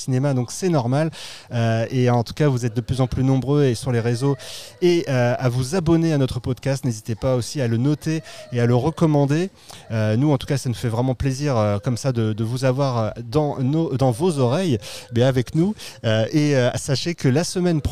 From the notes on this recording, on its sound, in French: Episode enregistré au cinéma Les 7 Batignolles dans le 17e arrondissement à Paris le 3 juillet 2023